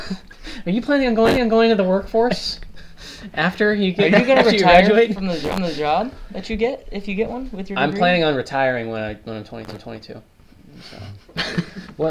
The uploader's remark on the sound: We sound like we're on helium